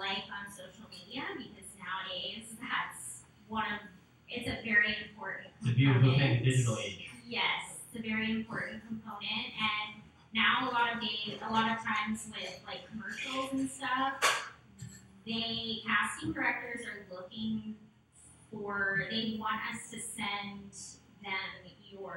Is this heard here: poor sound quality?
yes